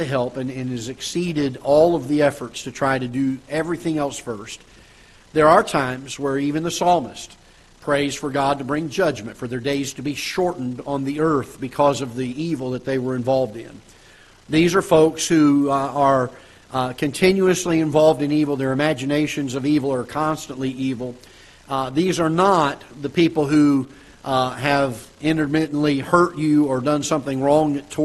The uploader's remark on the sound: Ketha Heights Baptist Church ~ Live Broadcast